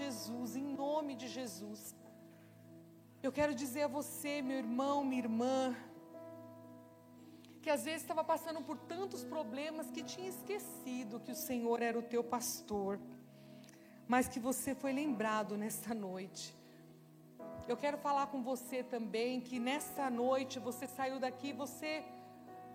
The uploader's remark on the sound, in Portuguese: Celebração ao vivo